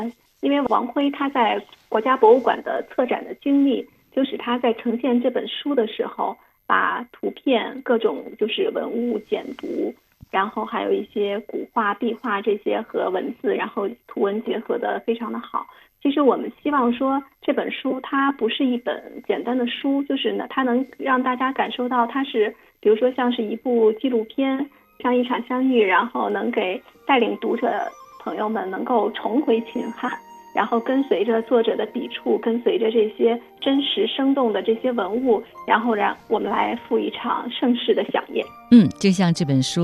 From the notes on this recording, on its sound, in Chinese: 今日《轻阅读》电话采访本书责编